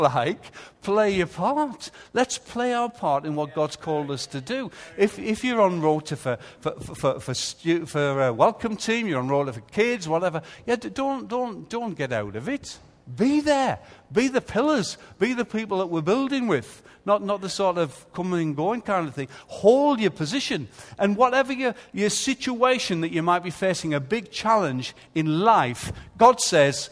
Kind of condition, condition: setting, large echoing room